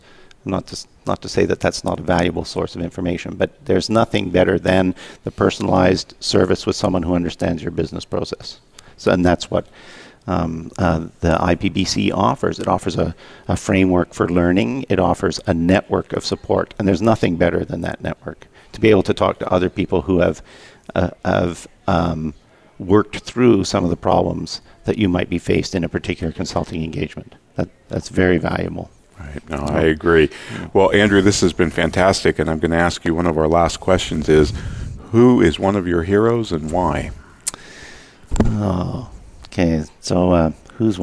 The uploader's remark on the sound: 2016 IPBC Ignite Confrence. Live Broadcast at the The IPBC IGNITE Conference.